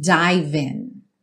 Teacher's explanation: você já junta o V no in